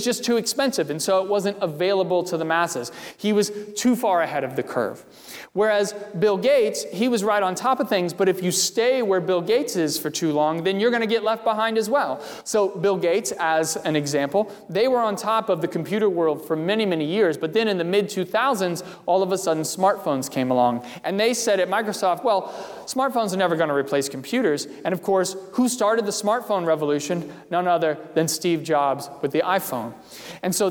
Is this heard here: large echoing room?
yes